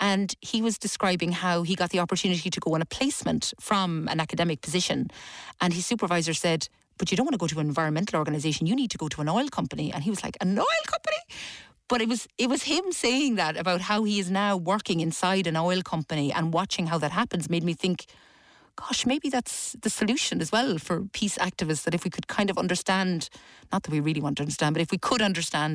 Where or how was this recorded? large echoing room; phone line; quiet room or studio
quiet room or studio